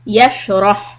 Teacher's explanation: make the ح from the middle part of the throat